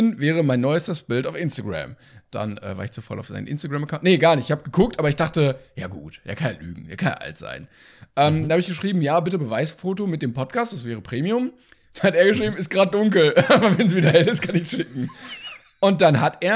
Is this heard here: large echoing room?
no